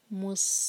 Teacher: مس میم پر دمہ، ہمارے ہوٹ گول ہوں گے دمہ کے لیے، آگے سین سے جوڑیں گے تب ہمارے جو ہوٹ ہیں وہ نارمل پوزیشن میں آ جائیں گے. مس سین پر جب آئیں تب ہمارے ہوٹ گول نہیں ہونے چاہیے، سین پر دمہ نہیں ہے اس لیے